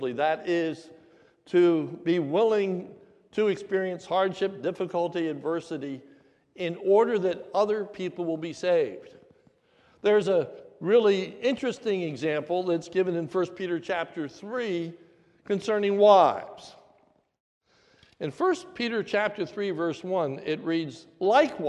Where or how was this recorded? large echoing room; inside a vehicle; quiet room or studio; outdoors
large echoing room